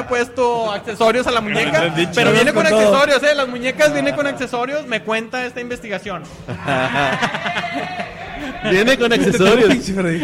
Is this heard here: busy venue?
yes